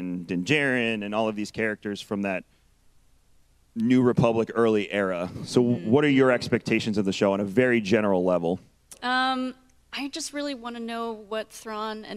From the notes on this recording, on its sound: Live from GCX. Gaming Community Expo.